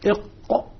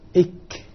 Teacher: فالقاف من أقصى اللسان مع ما يحاذيه من سقف الحنك العلوي، الكاف بعده بقليل أيضا من منطقة أقصى اللسان مع ما يحاذيه من سقف الحنك العلوي، لكن بعده بقليل. ولذلك إذا طبقنا الآن سنجد أننا نقول إق إك إق إك.